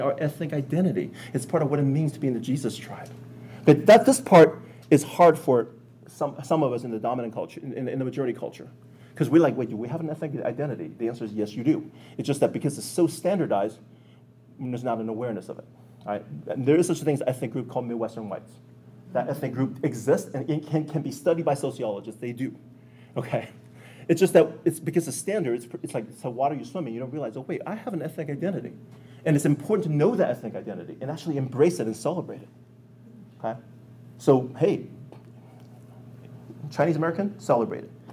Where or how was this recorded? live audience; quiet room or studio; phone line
live audience